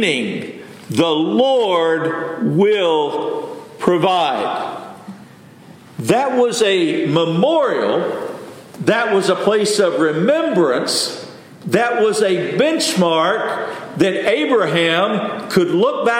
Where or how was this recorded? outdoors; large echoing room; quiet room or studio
large echoing room